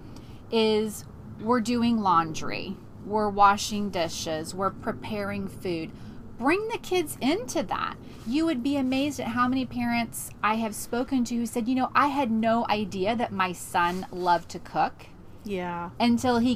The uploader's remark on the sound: The replay is a live recording by the Roadschool Moms team from the back porch and behind the wheel. Broadcasts from central Florida.